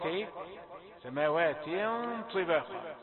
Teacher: لأننا ندخل على الطاء بالتدريج، يعني نفخم الغنة بالتدريج لأننا داخلون على حرف مفخم